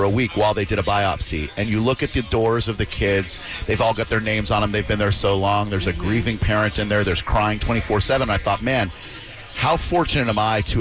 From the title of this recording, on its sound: Live from Pin Chasers for the Apple-a-Day iPad party!